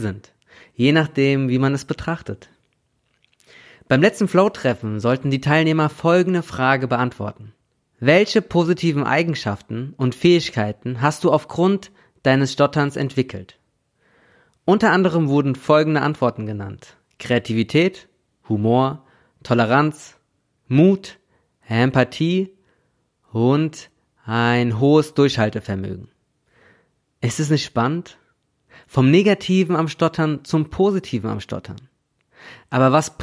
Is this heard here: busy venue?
no